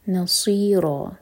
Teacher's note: صاد heavy اور را دوہر کا لمبا مد عوض عن التنوین